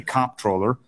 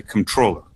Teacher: I hit it hard on the first syllable. · Shown in: first take